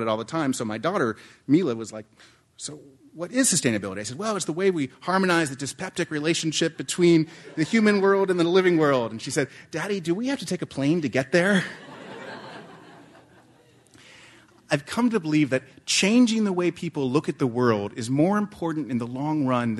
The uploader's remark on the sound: This program was recorded in front of a live audience